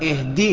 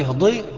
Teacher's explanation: الدال بتخرج من طرف اللسان مع اصول الثنايا العليا · Shown in: first take